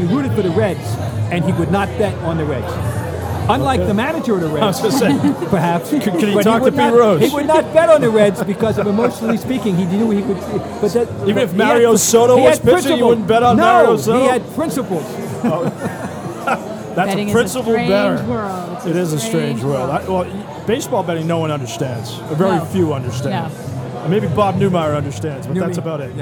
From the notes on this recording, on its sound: live from Fenway Johnnie's in Boston